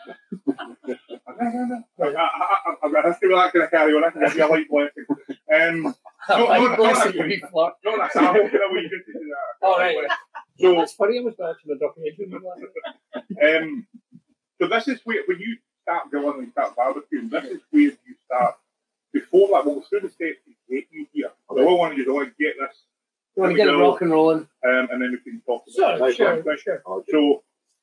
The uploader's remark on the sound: There are audio issues in the episode unfortunately